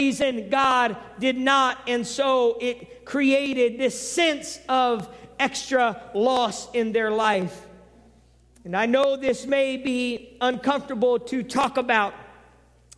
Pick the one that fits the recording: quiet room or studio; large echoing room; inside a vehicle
large echoing room